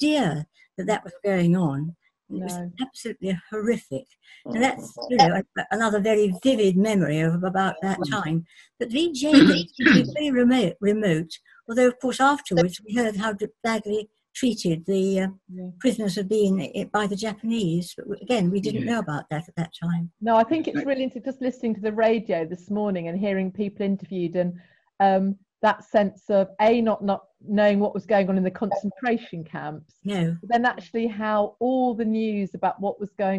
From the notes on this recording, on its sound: a virtual tea party over Zoom